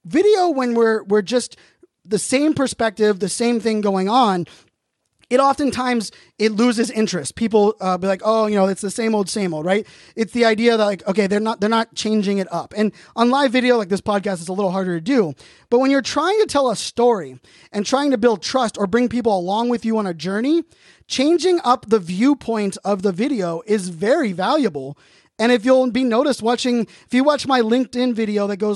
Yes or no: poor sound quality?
no